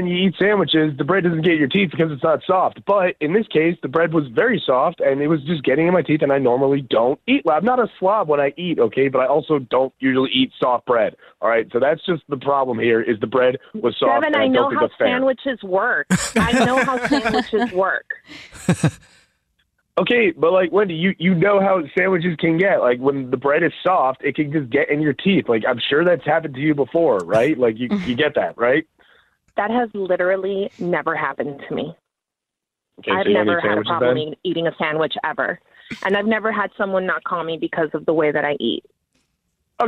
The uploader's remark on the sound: We get that other person on the phone